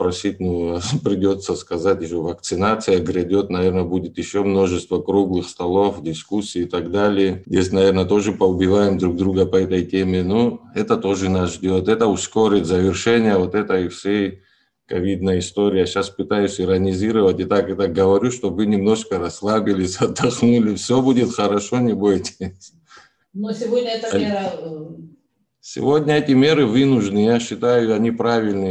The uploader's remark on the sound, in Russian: Вторая часть Дискуссионного клуба, прошедшего 18 декабря на платформе ZOOM. Поскольку встреча вышла довольно продолжительной, запись была разделена на два подкаста.